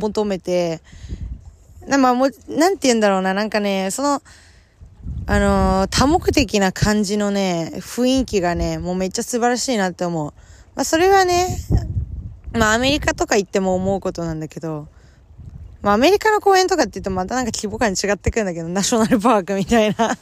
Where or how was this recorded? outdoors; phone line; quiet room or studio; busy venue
outdoors